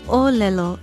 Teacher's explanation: It begins with a glottal stop, or okina, and the first O is stressed.